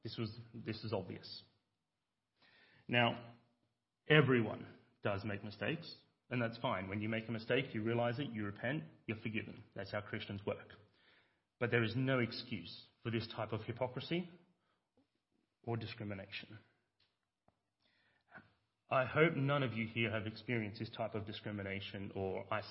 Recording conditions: large echoing room